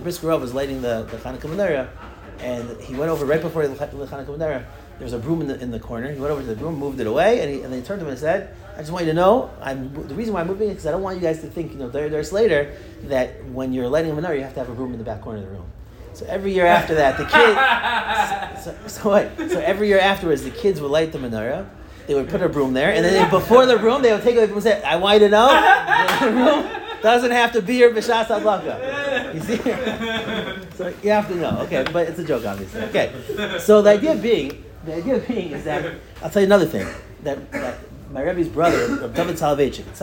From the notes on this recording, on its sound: Delivered to the avreichim in Kollel Nefesh HaChaim Yerushalayim